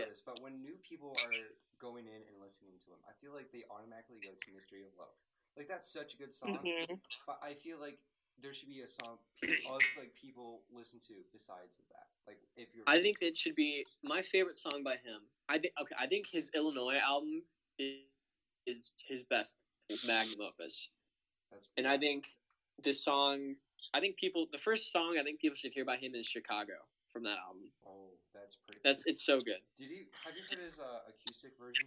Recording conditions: poor sound quality